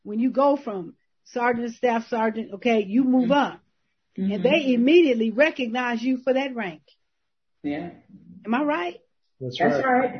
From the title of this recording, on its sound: May 2021 Zoom Meeting